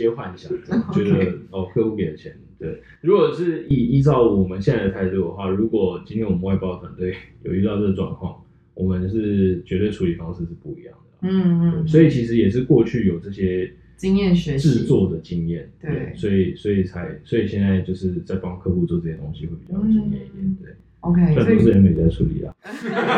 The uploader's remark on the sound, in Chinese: 本集因為設備問題音質較不清楚